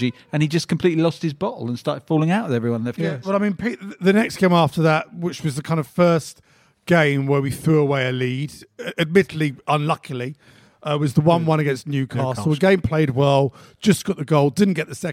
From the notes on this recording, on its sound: Joined by a live audience in N17.